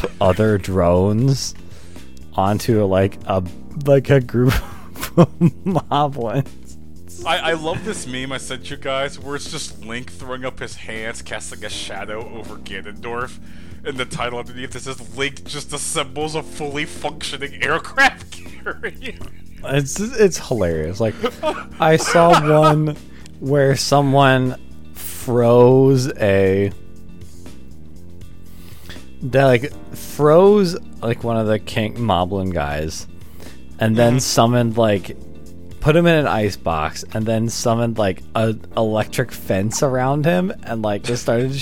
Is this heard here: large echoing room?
no